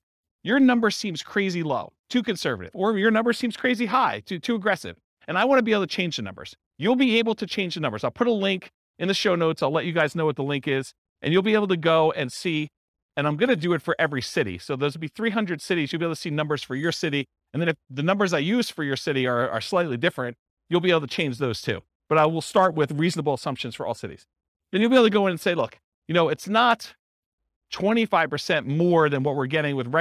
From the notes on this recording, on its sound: This was a live class recorded